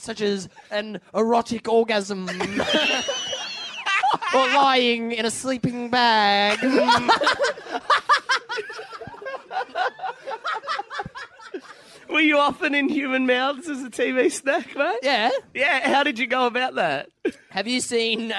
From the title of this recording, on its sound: LIVE from the Factory Theatre Sydney